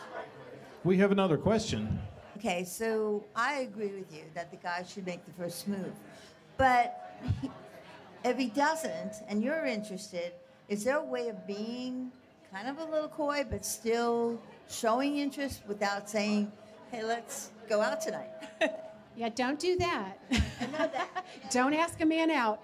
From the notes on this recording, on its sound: Loveability Live! Takes a few questions from the audience at the Loveability launch party.